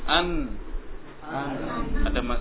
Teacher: Ada sifat guna yang masuk ke khoyshum.